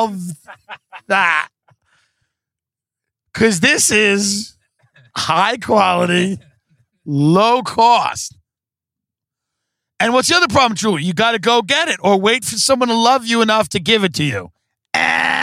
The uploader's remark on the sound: Live from the car on the way to Manhattan Beach and back.